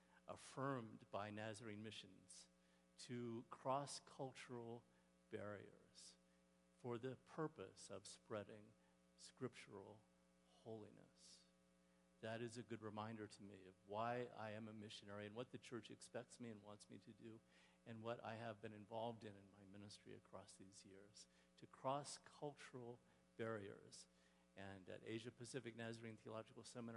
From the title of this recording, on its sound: Woodland Life Church Live